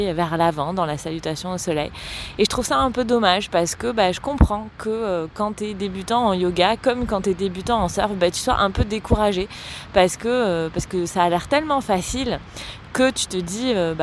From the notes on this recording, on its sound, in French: Un épisode spontané enregistré sur les pieds dans le sable sur fond d'océan.